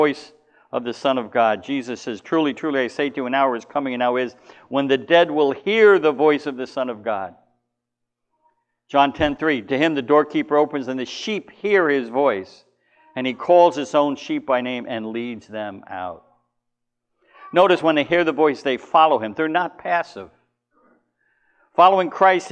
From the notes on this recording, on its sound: Recorded at the LI Spurgeon Fellowship: Doctrines of Grace Conference 2019